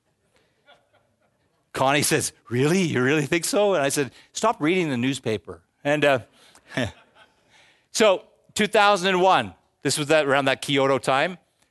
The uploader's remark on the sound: live in front of 700 interested investors and analysts